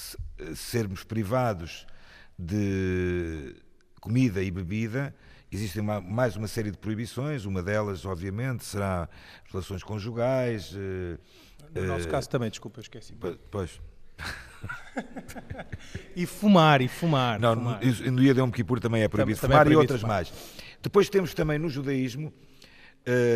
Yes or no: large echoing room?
yes